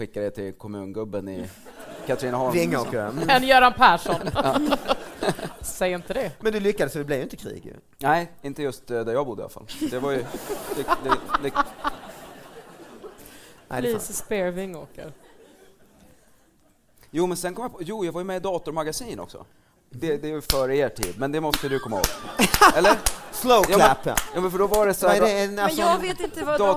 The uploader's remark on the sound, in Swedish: Live i Stockholm!